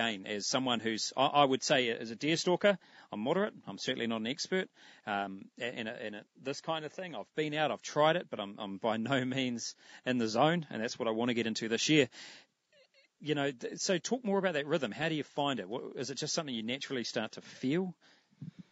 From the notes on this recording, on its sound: Recorded from a MaiMai somwhere in the king country